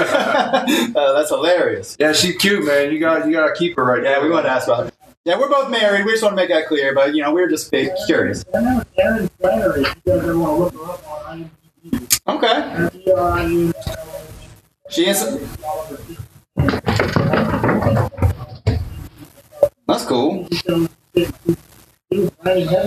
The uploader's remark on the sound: Unfortunately the streaming gods were not with us for this one, as the audio recorded...